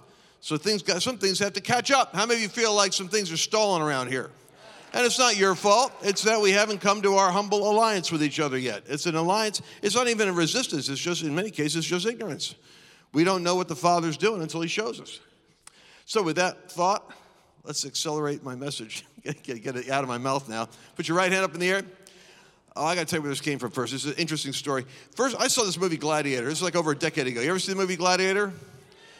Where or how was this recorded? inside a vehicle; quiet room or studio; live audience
live audience